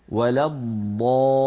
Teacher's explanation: ولا الضالين، هذا المد ثلاثه اضعاف المد الطبيعي · Term: المد اللازم